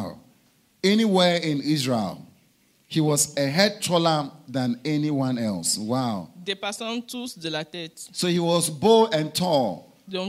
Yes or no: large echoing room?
yes